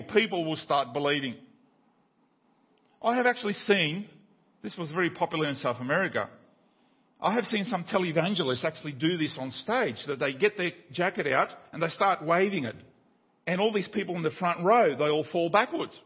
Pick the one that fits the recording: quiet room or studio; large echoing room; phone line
large echoing room